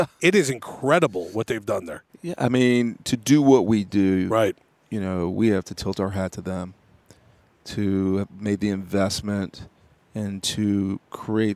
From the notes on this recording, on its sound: Live on …'s Korner from Lucas Oil Stadium. The Capital One Orange Bowl Media Tour presented by Duffy’s Sports Grill heads to Big 10 Media Days in Indianapolis.